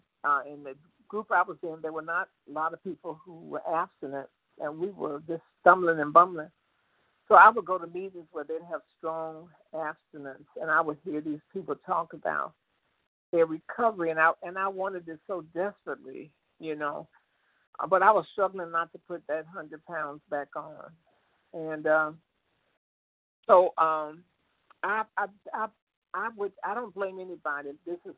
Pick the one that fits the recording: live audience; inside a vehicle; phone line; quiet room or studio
phone line